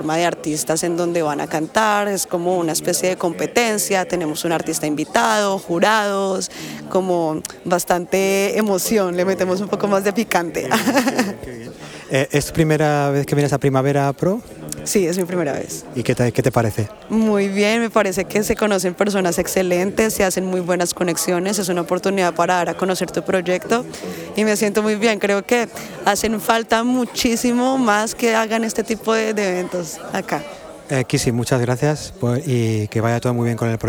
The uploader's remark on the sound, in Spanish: Desde el Primavera Sound Festival de Barcelona. En este episodio os hablo desde el Primavera PRO, la edición para profesionales de la industria musical dentro del festival Primavera Sound de Barcelona 2022.